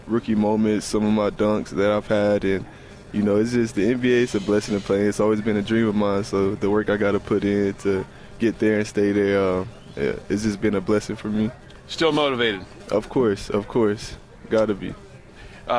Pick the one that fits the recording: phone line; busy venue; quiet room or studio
busy venue